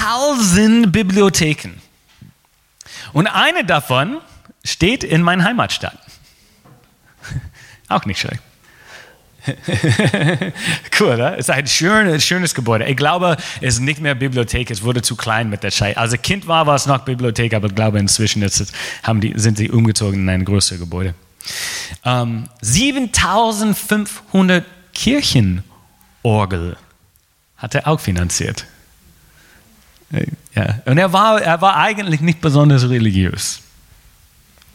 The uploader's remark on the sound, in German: Gottesdienst vom 15. November 2020